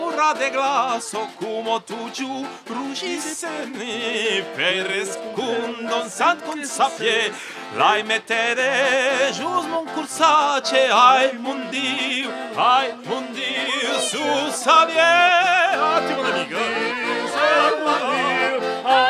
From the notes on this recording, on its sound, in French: Radio Live et participative pour la Festa Fogassa 2017